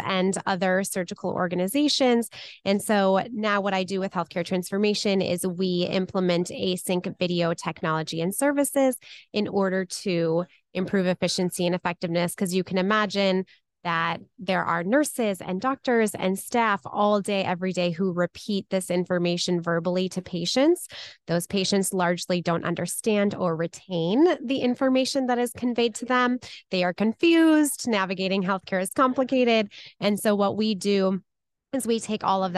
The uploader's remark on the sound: This episode recorded live at the 20th Annual Becker’s Healthcare Spine, Orthopedic + Pain Management-Driven ASC Conference.